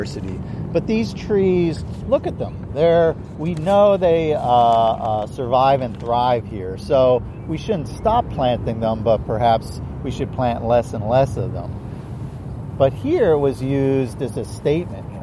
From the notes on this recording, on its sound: Recording outside on the Benjamin Franklin Parkway.